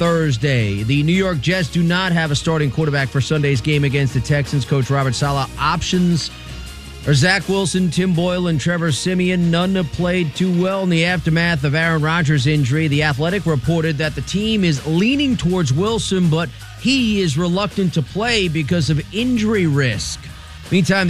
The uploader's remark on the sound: live from World of Beer